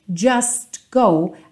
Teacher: A gente tem tipicamente essa omissão do T